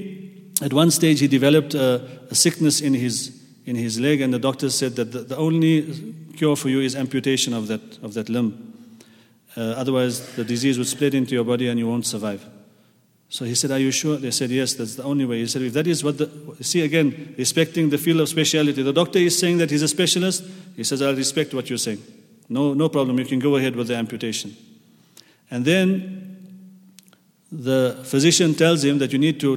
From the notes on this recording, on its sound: at the Houghton Masjid (West Street)